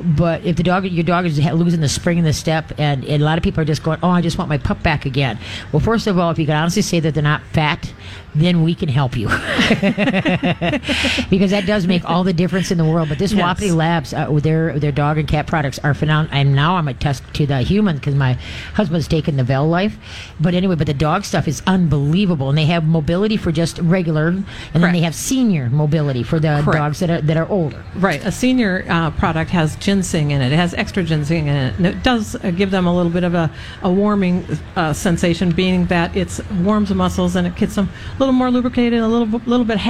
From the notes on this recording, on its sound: LIVE from the MN State Fair!